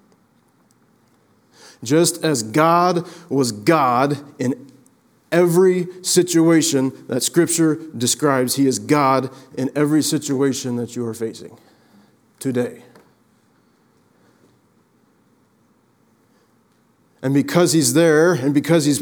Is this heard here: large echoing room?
yes